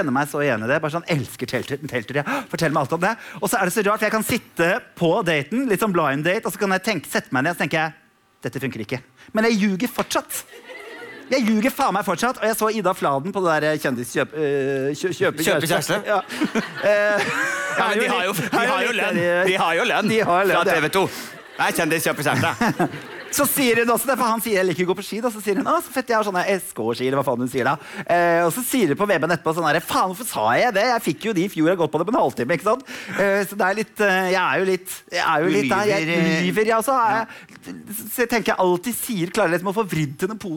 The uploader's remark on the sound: Live fra Oslo Podfest